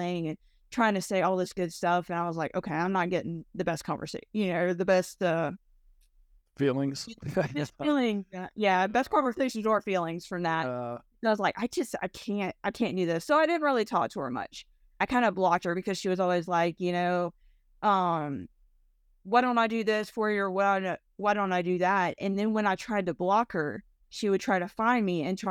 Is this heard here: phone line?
no